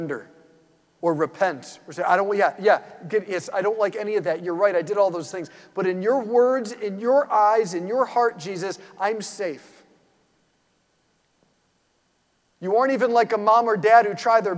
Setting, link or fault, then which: setting, large echoing room